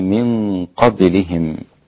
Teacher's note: الغنة مفخمة لأن القاف مفخمة والباء مقلقلة رقيقة والميم تكون ساكنة عند الوقف لكل القراء